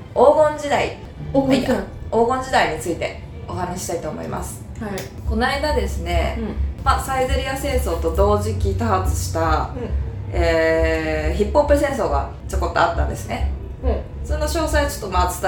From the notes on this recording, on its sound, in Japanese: 雑音すごくてすみません。。